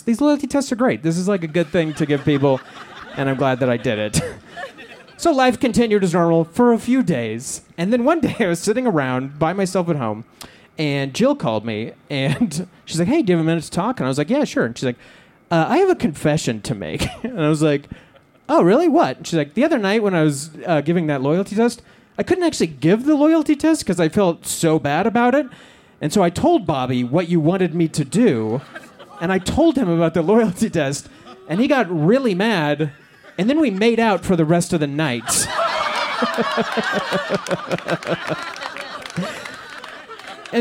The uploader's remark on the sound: Outdoors at Buntport Theater—the theme of the evening was “Confessions.”